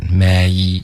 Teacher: 这个 may 的双元音滑动需要再滑的饱满一点